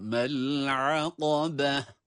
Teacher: Yine af harfi kalın, diğerleri ince, sonda da yuvarlak ta, kapalı ta olması itibariyle duruşumuzu ha harfiyle, ha sesiyle yapıyoruz. Yani وَمَا أَدْرَاكَ مَالْعَقَبَةِ diye okuyuşumuzu böylece vakıf ile tamamlıyoruz.